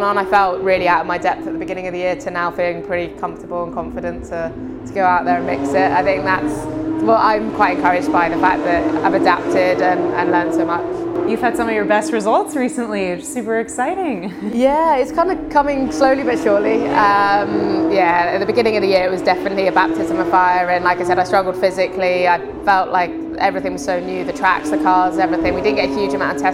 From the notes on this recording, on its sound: Live From IndyCar. In California ahead of her season finisher at Laguna Seca.